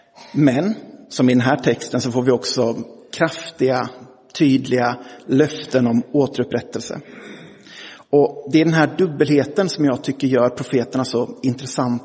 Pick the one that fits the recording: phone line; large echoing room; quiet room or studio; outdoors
large echoing room